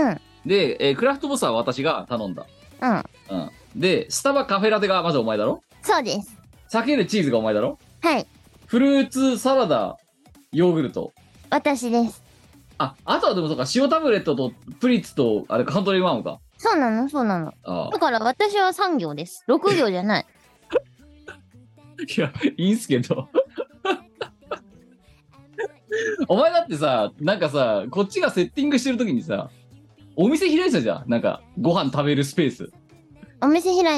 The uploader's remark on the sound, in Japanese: 本番組はリモート収録です。収録時環境の影響により、全体的に聴き取り辛くなっております。途中で色々とノイズ等入りますが、収録時のものです。音声が通信状態の問題で欠落している部分があります。